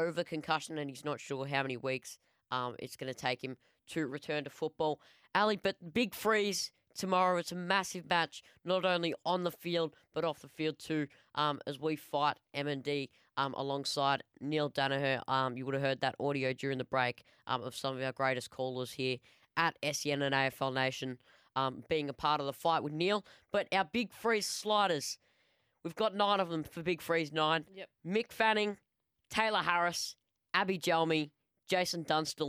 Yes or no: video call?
no